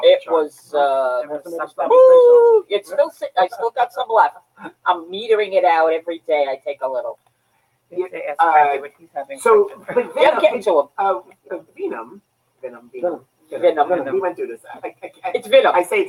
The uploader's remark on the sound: Live From Rab's